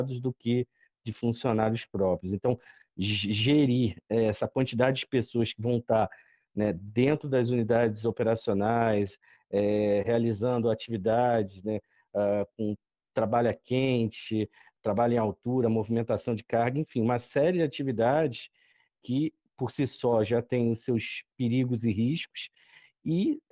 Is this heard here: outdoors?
no